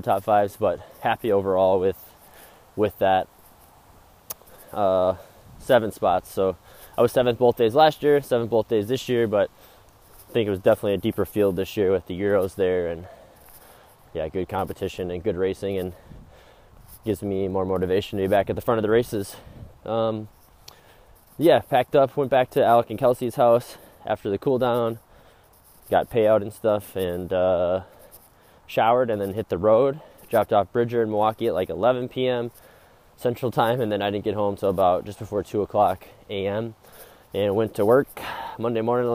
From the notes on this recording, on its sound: This was recorded while on a walk so note the brief headphone fuzz sound